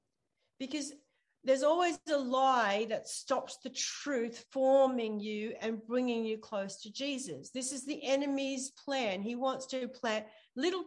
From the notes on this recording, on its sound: ZOOM Church.